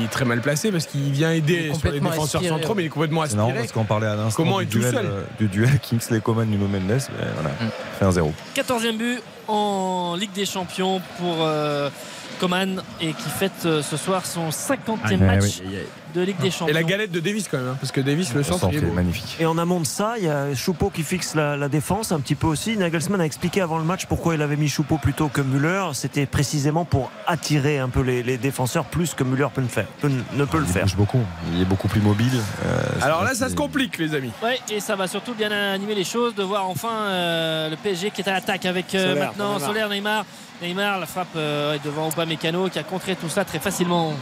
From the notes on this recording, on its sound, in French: en direct du Parc des Princes